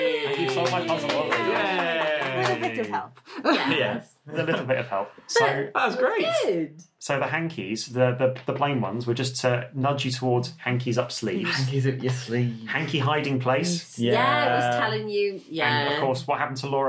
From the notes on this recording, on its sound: This episode was recorded using a Zoom H2n. Lovely (if slightly echoey, sorry!) dining room.